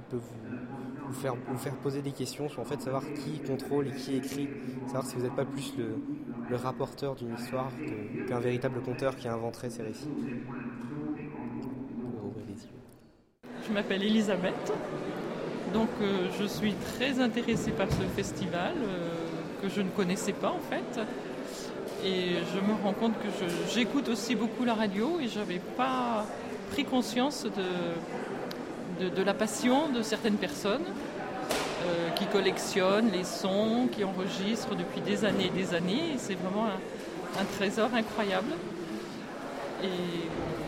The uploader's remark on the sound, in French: Echantillons de voix collectés à l'occasion du Festival Longueur d'Ondes 2013 à Brest.